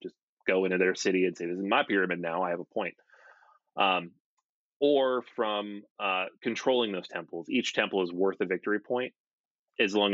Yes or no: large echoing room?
no